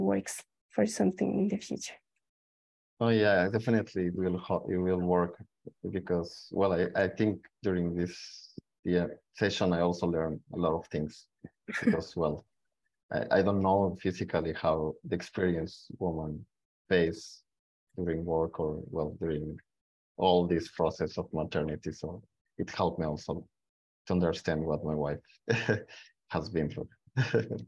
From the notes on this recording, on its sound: 収録場所： オンライン (Zoom). Venue: Online via Zoom.